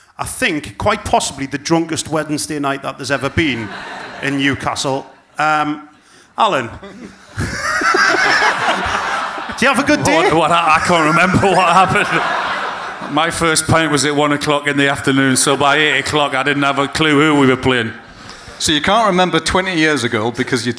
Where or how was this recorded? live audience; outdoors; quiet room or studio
live audience